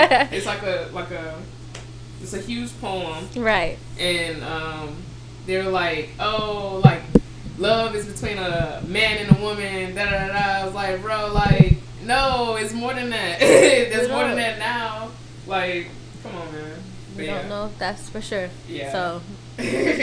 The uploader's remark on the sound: The audio will be better next episode.